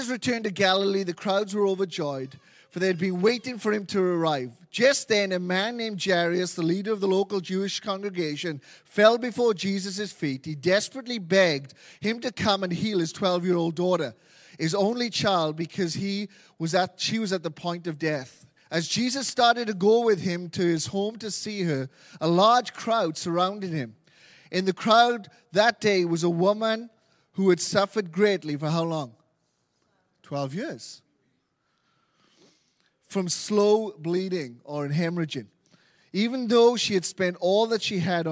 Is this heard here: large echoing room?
yes